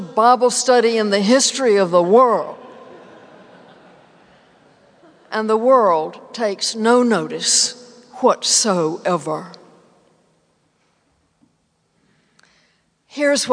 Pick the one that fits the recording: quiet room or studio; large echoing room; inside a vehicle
large echoing room